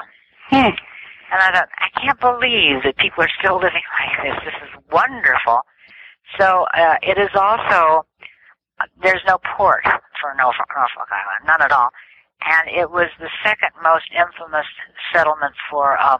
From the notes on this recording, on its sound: This telephone interview is being brought out of the archives.